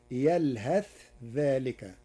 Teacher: قرأ ورش كلمة يلهث بالإظهار وصلا، وهي من لغات العرب، فتصير يلهث ذلك.